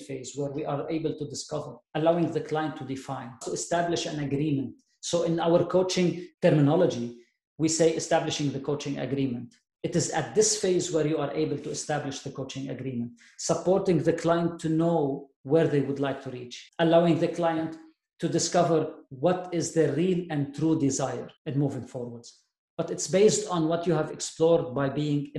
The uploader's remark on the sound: This episode covers the second part of the pre-recorded webinar.